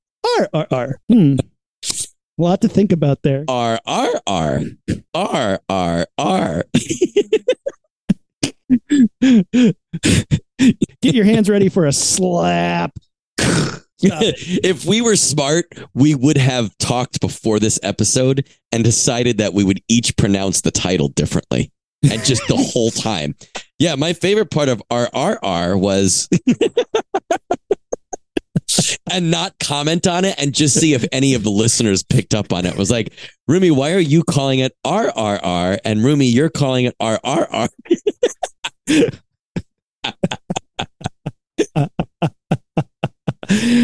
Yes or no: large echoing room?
no